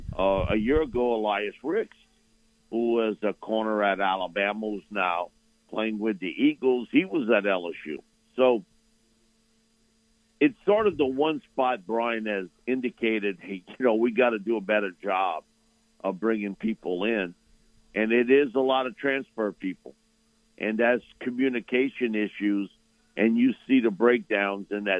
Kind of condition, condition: link, phone line